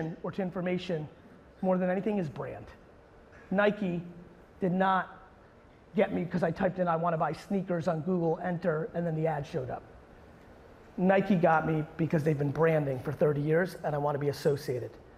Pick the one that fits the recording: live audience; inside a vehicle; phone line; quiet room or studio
live audience